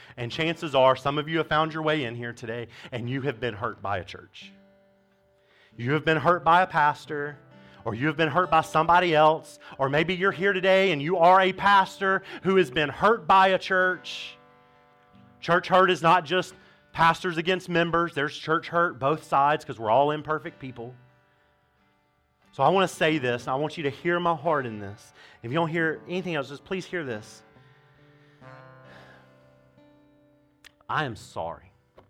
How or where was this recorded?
large echoing room